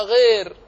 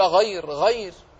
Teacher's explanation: صفة اللين نحافظ على الفتحة لا نجرها إلى الكسر · Shown in: second take